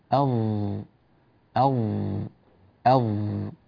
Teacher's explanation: وكثير من اللهجات العربية التي تتكلم اليوم تأتي بالضاد مقلوبة إلى ظاء، وذلك بإخراج اللسان في حرف الظاء. يعني إذا نظرنا إلى اللسان بتمعن في حرف الظاء نجد أنه يخرج إلى الخارج، يظهر منه طرفه